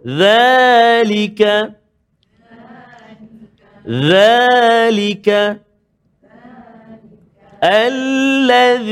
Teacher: huruf zal iaitulah huruf zal yang terletak di hujung lidah kita. Kan huruf zal tempat keluar dia hujung lidah keluar sikit kena pergi kasyif atas contoh.